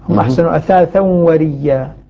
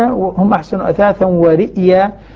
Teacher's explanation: يبدل الهمزة ياء ساكنة فتلتقي مع ياء متحركة فيدغمان تصبح ريا · Shown in: first take · ريا، نعم، هم أحسن أثاثا وريا. · Term: الإبدال مع الإدغام